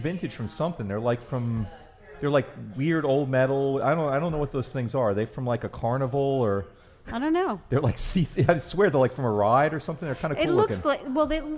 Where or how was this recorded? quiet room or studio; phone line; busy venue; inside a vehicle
busy venue